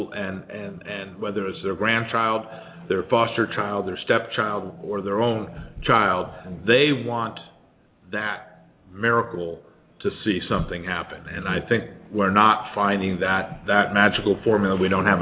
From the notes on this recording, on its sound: This broadcast is happening live from the Annual Conference on Education with the American Association of School Administrators in Los Angeles California.